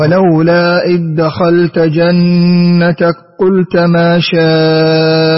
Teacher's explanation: الذال هنا ساكنة تدغم في الدال · Term: إدغام